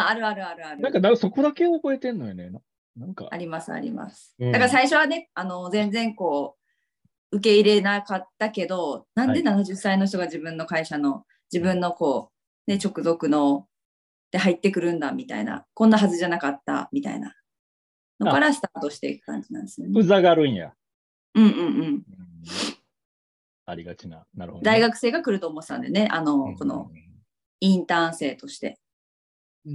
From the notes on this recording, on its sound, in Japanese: Zoomで1年くらい月イチで開催してきた企画。企画の形態はそのままに、収録したものを一部編集してお送りします。